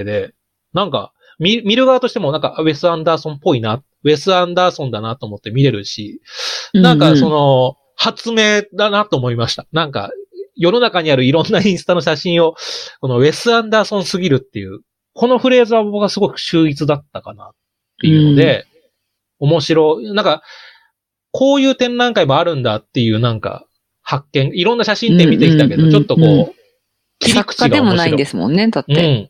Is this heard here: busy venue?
no